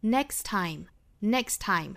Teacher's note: 实际上正常语速包括语速稍微快一点的这种语流之中，这个 t 就是完全可以省略掉了